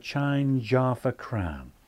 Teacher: So not change half a crown, change half a crown, but change half a crown. Instead of staccato, it needs to be legato, very smooth transition when you drop the H.